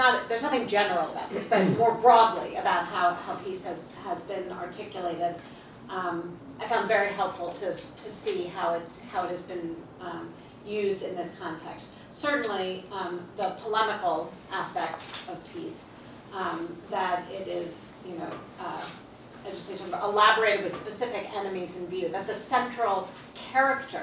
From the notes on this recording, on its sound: Featuring audio from events at Columbia University.